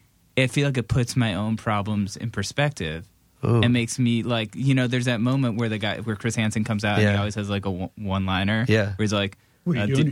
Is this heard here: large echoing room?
no